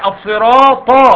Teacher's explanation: الطاء مفخمه لا تكون تاء ابدا